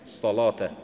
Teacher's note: المغاربة في لفظهم في حياتهم هكذا يلفظون اللام مفخمة في مثل هذا الموضع